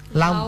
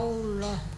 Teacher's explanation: Jadi lam huruf yang sama dibaca dengan dua cara. Dibaca dengan tipis yang pertama, yang keduanya dibaca dengan tebal. Jadi kedengarannya menjadi lalloh.